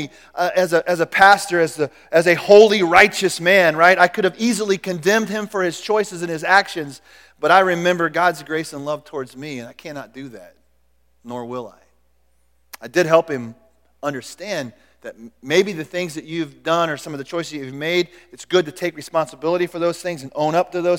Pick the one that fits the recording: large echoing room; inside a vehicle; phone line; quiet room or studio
large echoing room